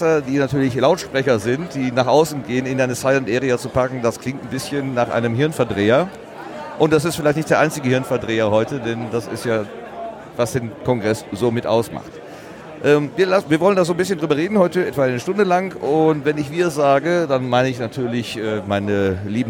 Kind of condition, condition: setting, busy venue